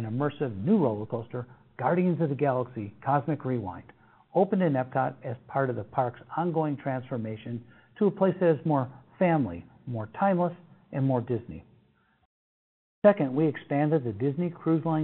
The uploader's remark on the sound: Earnings Conference Call